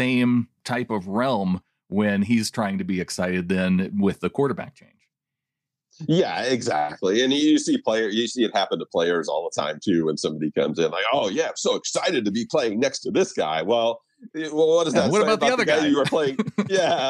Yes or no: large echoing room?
no